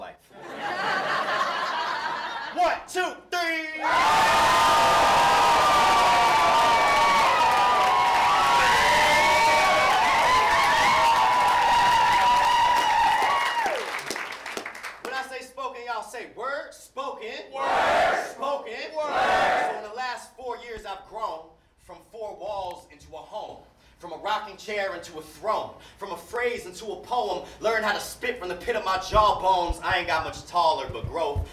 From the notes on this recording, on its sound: performs live at Storyfort 2017.